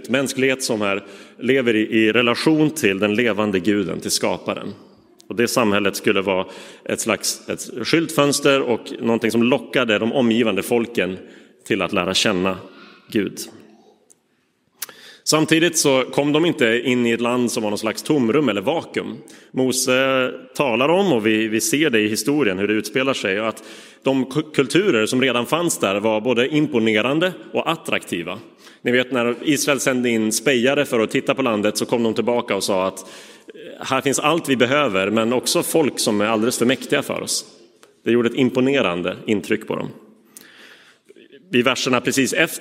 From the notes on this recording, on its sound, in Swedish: Inspelad i Roseniuskyrkan den 4 juni 2023.